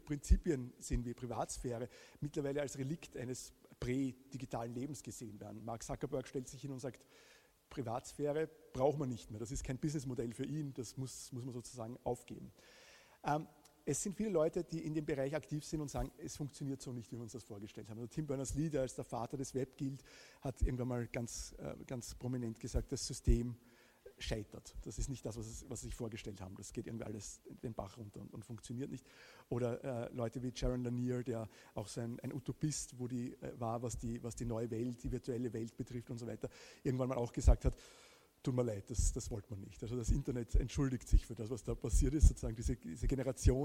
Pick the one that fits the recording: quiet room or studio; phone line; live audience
live audience